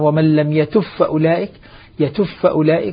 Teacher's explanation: إذ هف، ومن لم يتب فأولئك، صار ومن لم يتب فأولئك، يتف أولئك، فالباء أدغمت في الفاء